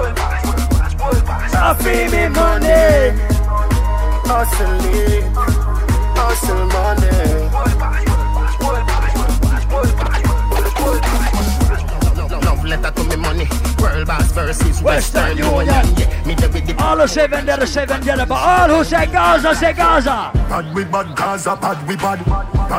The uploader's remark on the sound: LIVE AT FETE FRIDAYS ON OCTOBER 14. LIVE AUDIO.